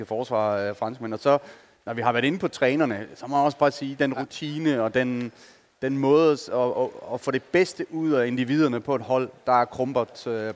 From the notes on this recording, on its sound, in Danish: Fredag eftermiddag var vi på plads på scenen i Fanzonen i Boxen. Optog vores optakt foran et live publikum, ligesom festen i Boxen begyndte.